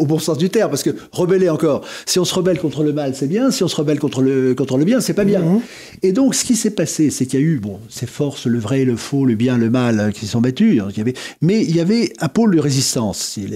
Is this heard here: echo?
no